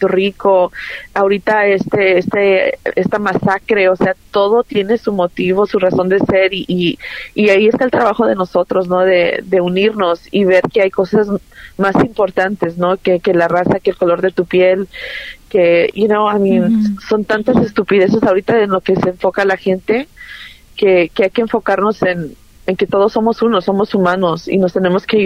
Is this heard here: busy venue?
no